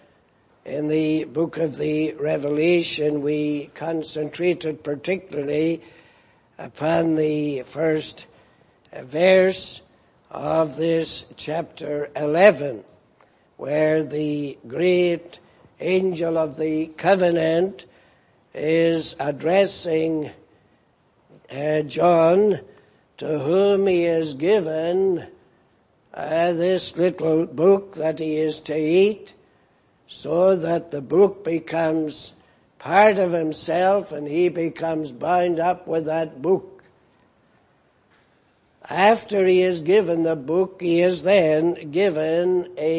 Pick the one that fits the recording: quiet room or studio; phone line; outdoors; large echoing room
large echoing room